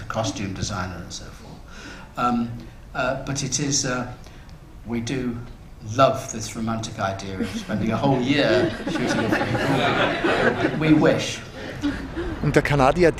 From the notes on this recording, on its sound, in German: Bericht von der Viennale 2010 mit Publikumsgesprächen.